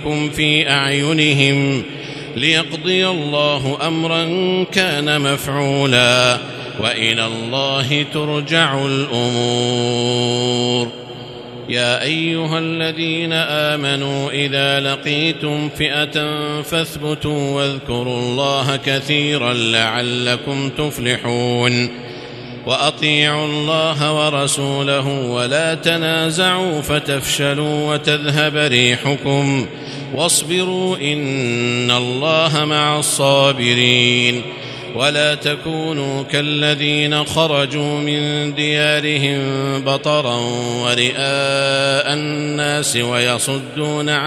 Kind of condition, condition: setting, large echoing room